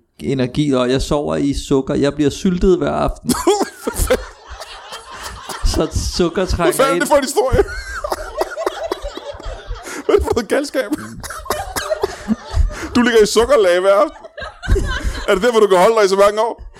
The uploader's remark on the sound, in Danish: LIVE fra Holbæk